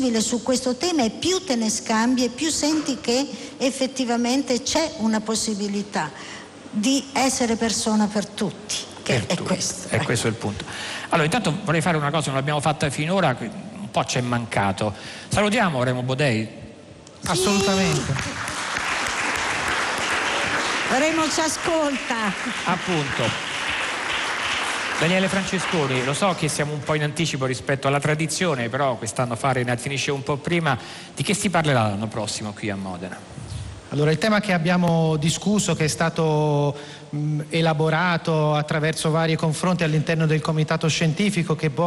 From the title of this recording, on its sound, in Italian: In diretta dal Festivalfilosofia di Modena, Carpi e Sassuolo